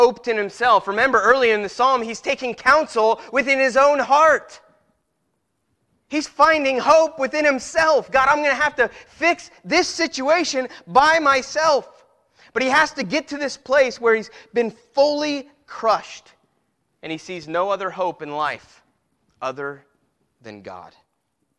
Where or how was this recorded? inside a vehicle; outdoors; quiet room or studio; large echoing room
large echoing room